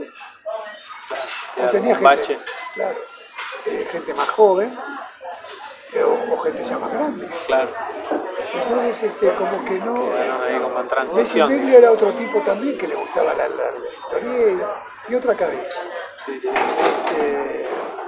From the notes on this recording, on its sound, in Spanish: Disculpas anticipadas por el ruido de fondo, pero también se disfrutó mucho compartir un café con esta leyenda.